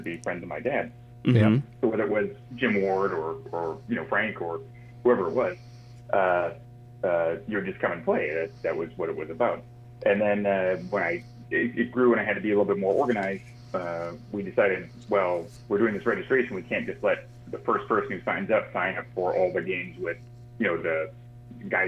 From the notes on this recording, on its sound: A phone interview.